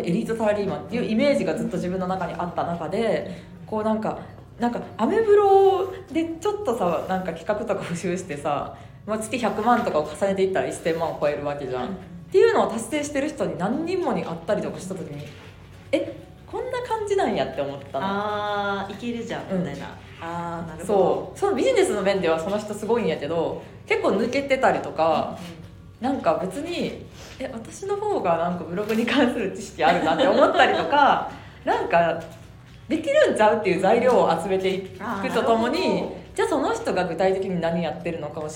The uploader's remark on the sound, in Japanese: イベント公開収録。